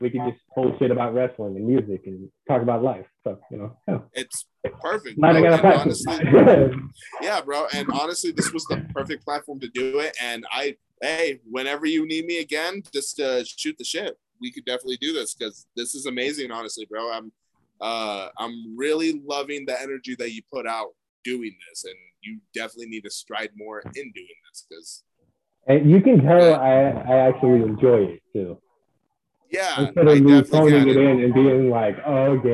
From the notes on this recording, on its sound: I Apologize for the audio in this episode